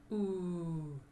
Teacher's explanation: And now you need your tongue to be high and back. · So you make a small opening with your lips and round your lips as if you're going to blow out a candle